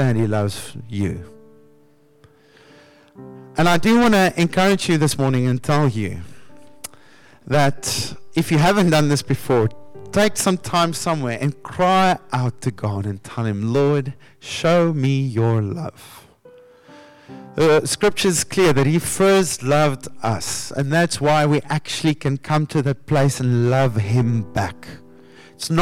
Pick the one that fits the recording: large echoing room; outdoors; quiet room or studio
large echoing room